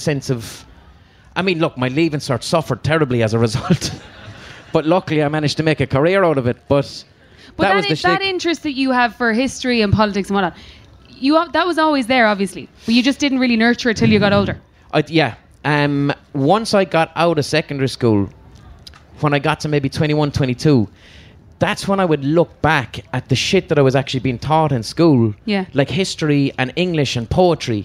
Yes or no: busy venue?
yes